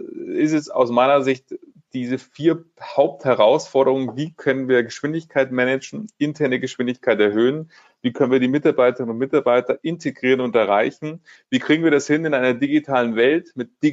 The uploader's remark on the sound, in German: Genau dieser Frage sind wir im Rahmen eines Live-Webinars nachgegangen.